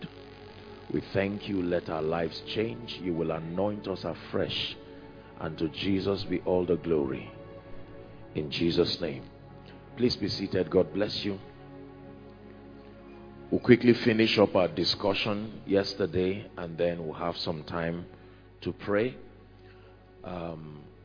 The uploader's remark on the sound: From Faith To Faith Conference, International Conference Centre, University of Ibadan 15th July, 2022.